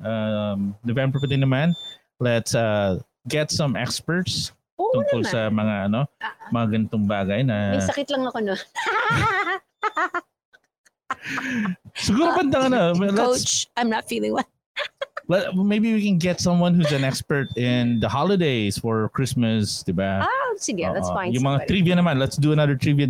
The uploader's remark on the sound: Live in a Cemetery on Halloween Night